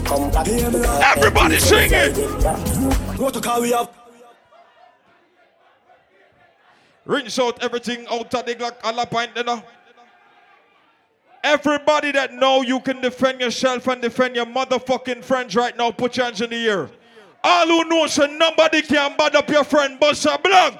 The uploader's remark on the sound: Live audio recording of my birthday bash